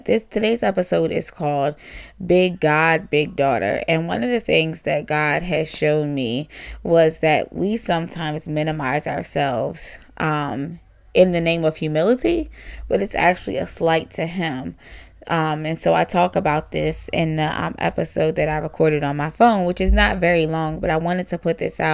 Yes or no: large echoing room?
no